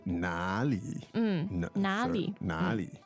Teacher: Now, the tones on 哪里 are? Third and neutral.